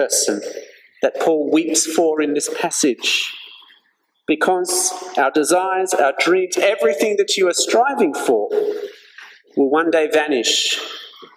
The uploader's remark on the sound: This sermon was preached at St George's Church, Penang on 31st December 2021.